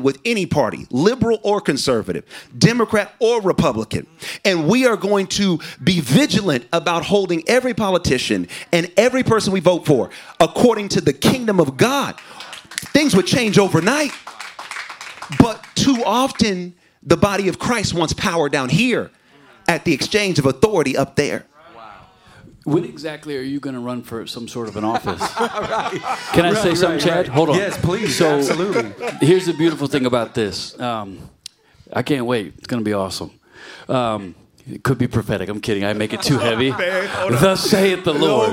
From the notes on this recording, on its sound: I Work With People Live Event